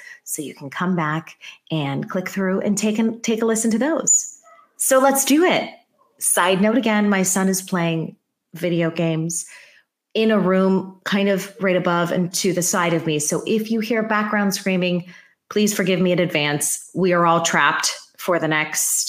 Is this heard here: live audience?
no